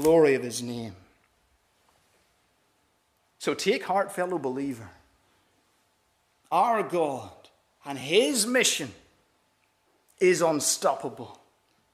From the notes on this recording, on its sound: This is the recording of the Bible reading and talk from our missionary service on Sunday 2nd April 2023.